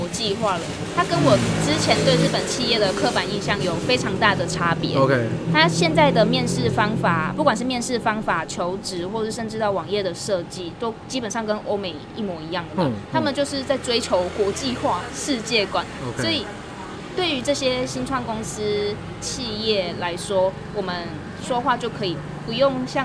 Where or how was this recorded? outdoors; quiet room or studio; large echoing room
outdoors